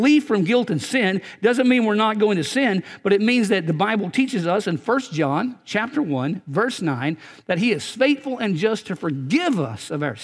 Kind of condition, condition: setting, large echoing room